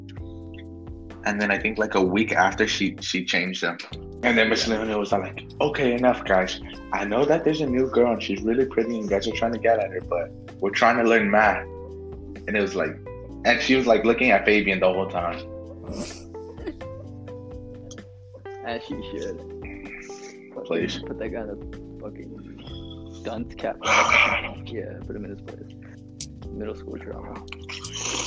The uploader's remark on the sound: audio kinda moody